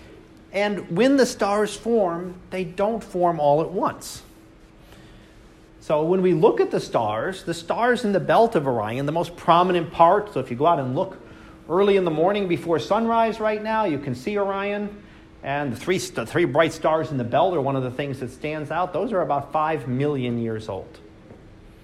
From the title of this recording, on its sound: Live Class Lecture 2019 Oct 21